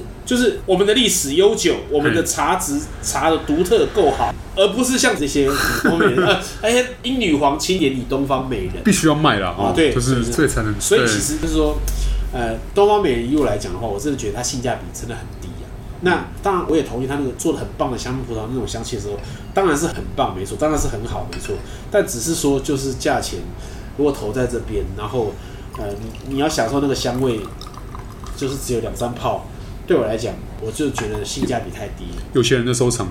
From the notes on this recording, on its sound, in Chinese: 本集白噪音指數：蚊風級 1/5。一步一步來 土耳其咖啡廳。錄音地點： 一步一步來 - Kopi Ibrik。